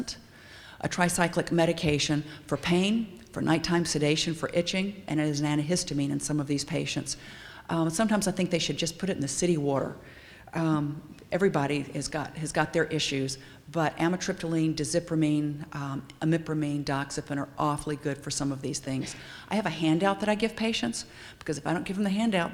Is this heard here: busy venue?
yes